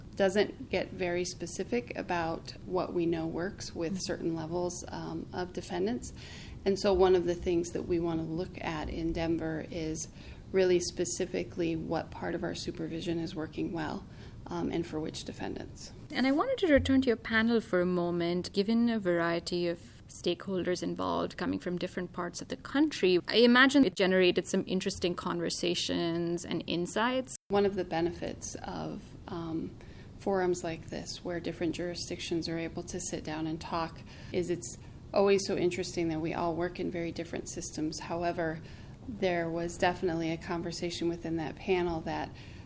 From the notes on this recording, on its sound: I am here in Dallas. At the Reinvesting In Justice conference.